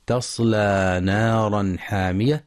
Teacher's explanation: وينتبه القارئ في تصلى نارا حامية لترقيق التاء في تصلى، فلا ينطقها طاء لمجاورتها الصاد، مع بيان الإظهار الحلقي في نارا حامية لوقوع الحاء بعد التنوين.